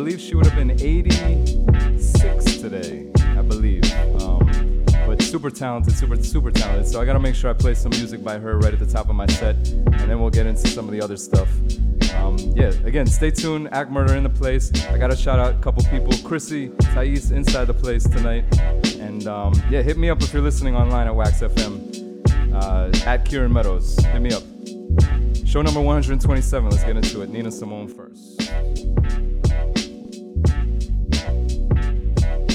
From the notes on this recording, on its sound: Originally broadcast live on February 21, 2019 from the storefront of Kinfolk 90 in Williamsburg, Brooklyn, New York City. Broadcast live on WAXX.fm.